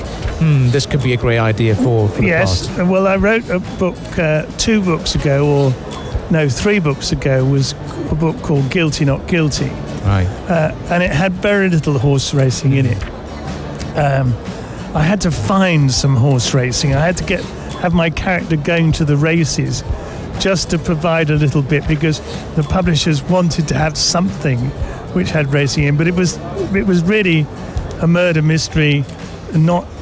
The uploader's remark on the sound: Live from SIBF 2023